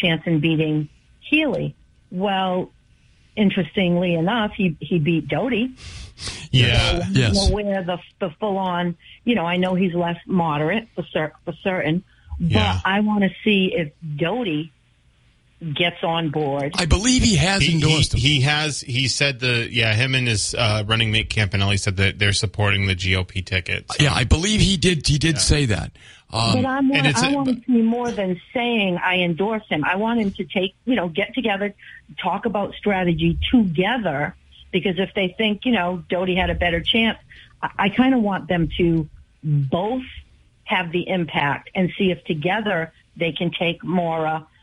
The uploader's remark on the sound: take calls from the audience